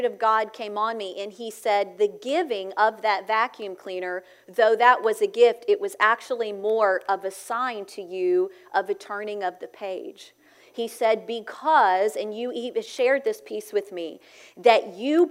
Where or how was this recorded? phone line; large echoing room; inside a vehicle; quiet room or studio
large echoing room